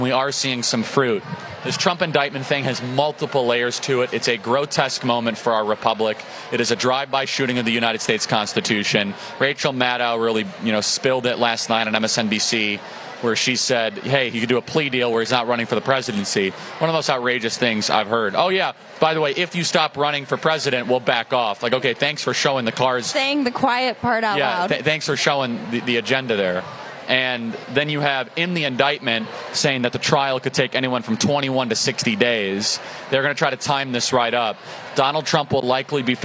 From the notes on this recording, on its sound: Live From Turning Point Young Women's Leadership Summit